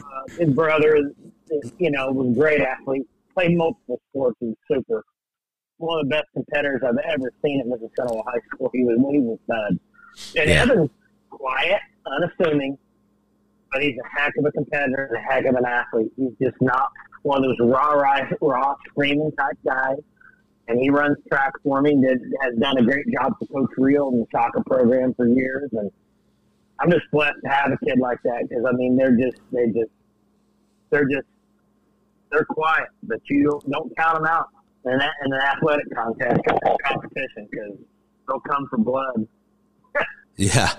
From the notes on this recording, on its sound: caught his breath long enough to give us a call in the garage